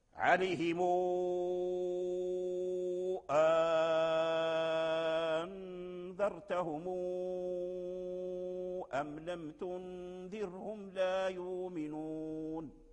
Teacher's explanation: نضم الميم ثم نصلها بواو، وبما أن الواو مد ثم جاء سبب المد وهو الهمزة فكان المد مدا طويلا، مدا طويلا لورشين. · Term: ميم الجمع